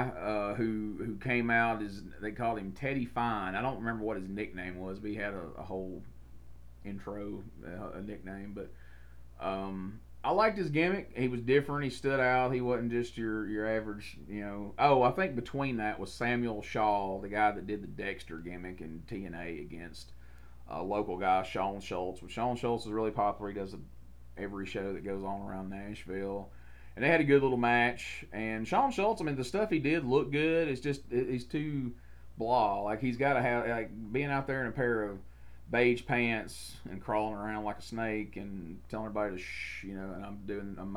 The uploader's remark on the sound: The audio on this episode may be a little low but the problem has been fixed for future episodes.